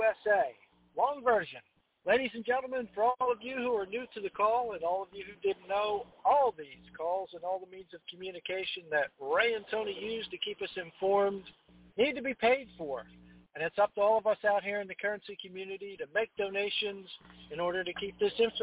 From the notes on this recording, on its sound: TNTSuperfantastic Conference Call.